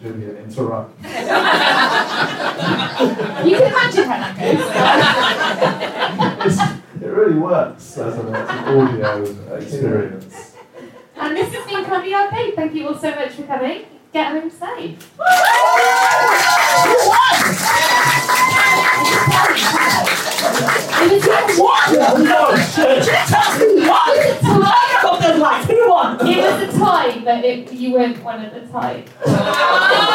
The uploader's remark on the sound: Live at Camden Fringe. Recorded live at 2 Northdown, this is the second of our Camden Fringe Live episodes!